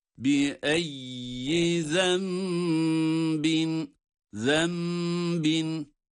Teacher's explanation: İklap var yani nun mime dönüşerek zembin'u derken ihfa ile de okuyoruz.